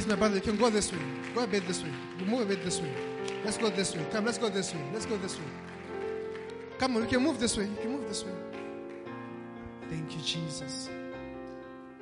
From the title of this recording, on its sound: LIVE AT ABC KHALANYONI